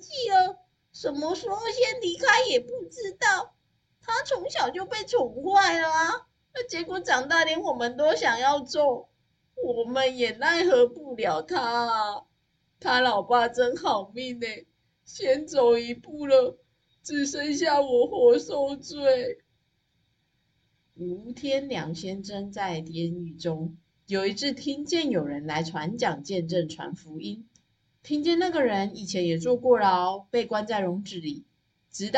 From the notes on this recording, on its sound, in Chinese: 上次與這一次的錄音檔，都會有一點晃動音出現，。我有回想錄音時的狀況了，在下一次去錄音室時會先調整改正，。這兩次錄音的效果不好，真的很對不起。因為每次錄音室都要先預約，所以無法在短時間重錄。